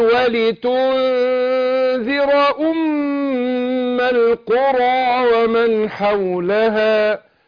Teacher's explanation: شوف الاخفاء، انا بخفي النون في نفسها واروح جايب الحرف اللي بعدها وبعدين مع الغنة حركتين